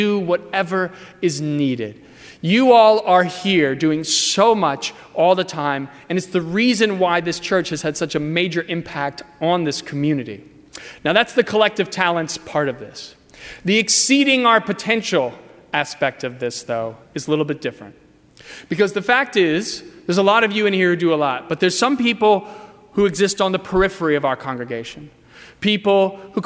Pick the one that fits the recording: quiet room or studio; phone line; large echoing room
large echoing room